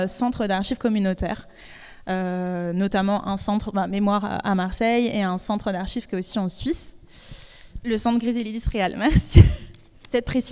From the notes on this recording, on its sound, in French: Cet épisode bonus a été enregistré sous forme de talk, lors de l'évènement de clôture de notre série de podcast VIH/sida, l'épidémie n'est pas finie !, à Artagon Marseille. Nous avons eu le plaisir de réunir quatre intervenantes.